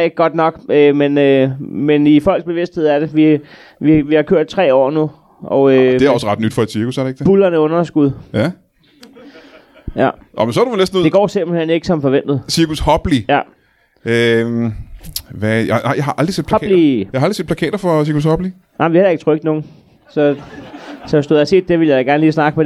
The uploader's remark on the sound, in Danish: LIVE fra Roskilde